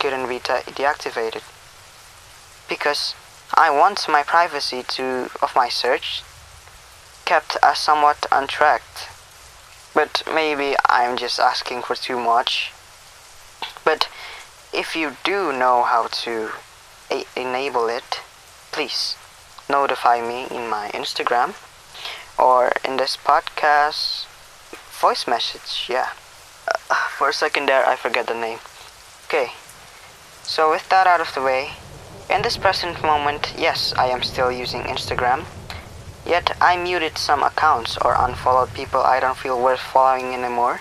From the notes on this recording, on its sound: Yes i indeed recorded this in my car. Sorry for the duplicated audio on the podcast.